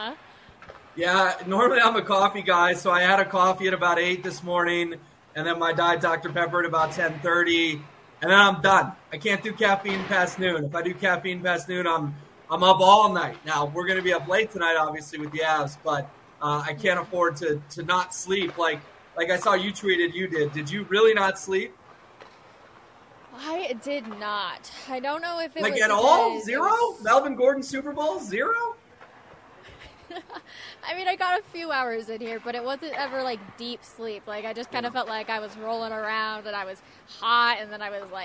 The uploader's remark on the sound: Live from Ball Arena ahead of Game 1 between the Avalanche and Lightning.